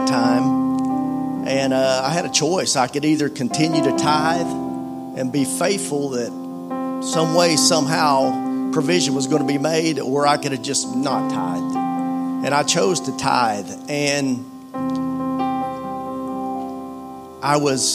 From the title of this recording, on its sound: Full Sunday Service